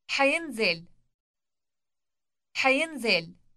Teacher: Note the H-like sound on the beginning of the word for future time.